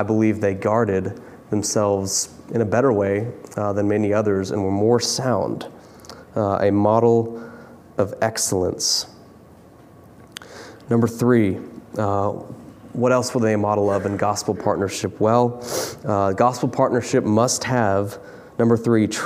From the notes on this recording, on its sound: preached this sermon from the pulpit of Grace Community Church in Berea, KY